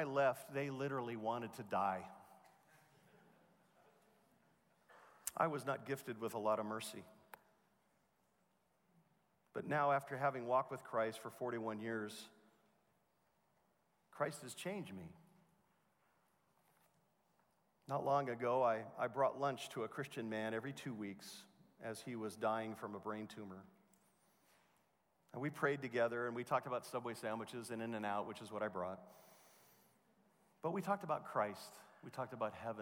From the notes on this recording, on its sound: Truth and Life Conference at The Master's University in 2016